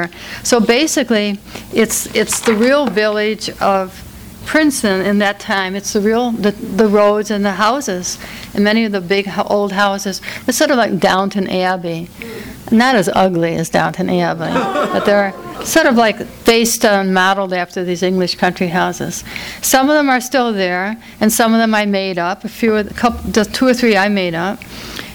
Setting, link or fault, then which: setting, live audience